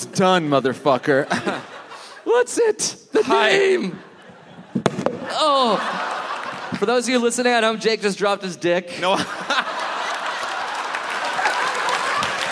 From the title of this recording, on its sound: Live in Chicago!